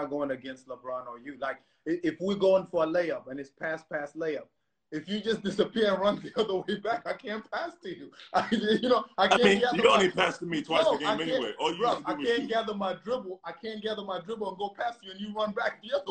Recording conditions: video call